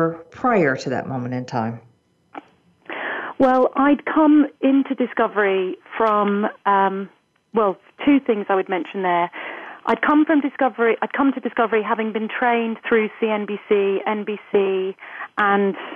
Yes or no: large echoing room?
no